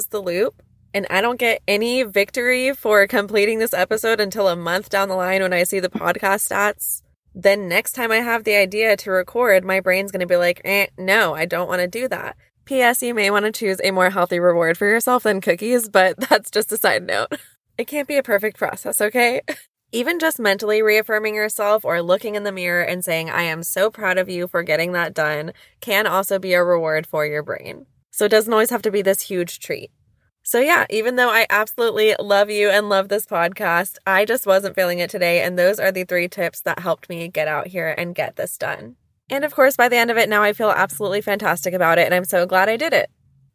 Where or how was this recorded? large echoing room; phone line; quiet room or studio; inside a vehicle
inside a vehicle